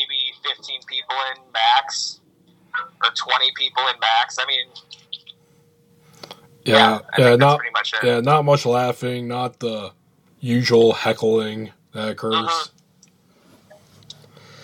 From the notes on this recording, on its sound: Along with his dank wind chimes. Recorded via phone in Grand Rapids, Michigan, on Saturday, October 17th, 2020.